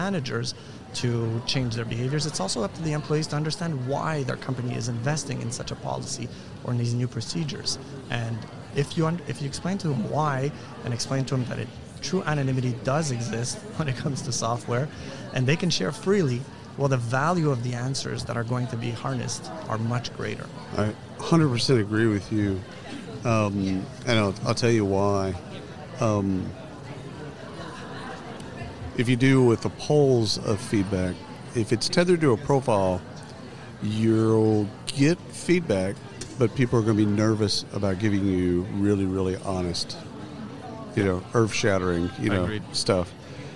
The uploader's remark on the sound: Live from SHRM 2022